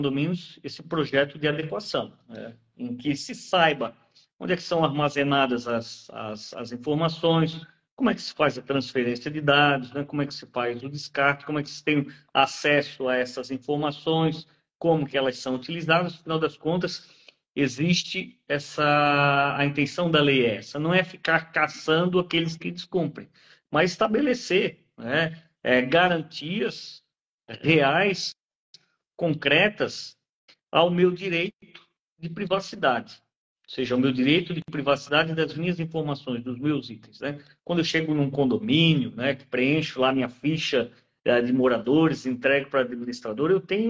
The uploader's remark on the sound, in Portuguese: Transmitida originalmente pelo Instagram, essa live aconteceu em 25/10/2023